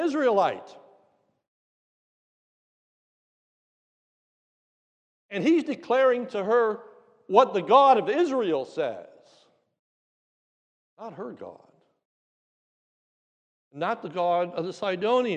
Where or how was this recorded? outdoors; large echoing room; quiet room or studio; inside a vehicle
large echoing room